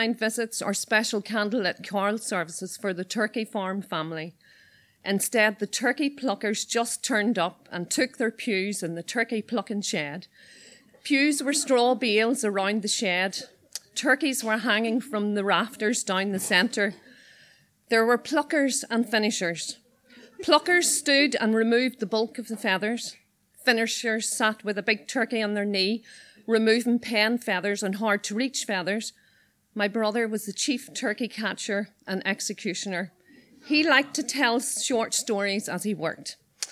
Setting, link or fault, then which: setting, live audience